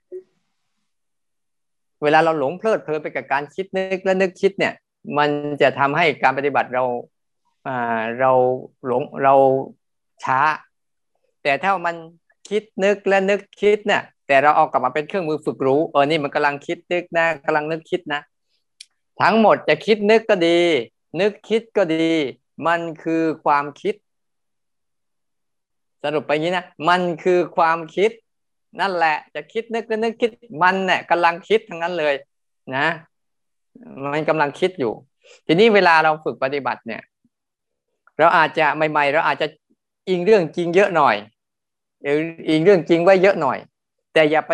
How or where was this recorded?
video call